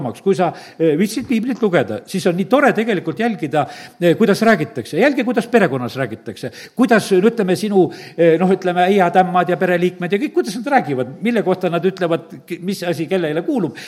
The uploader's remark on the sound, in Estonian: Audio salvestus koosolekult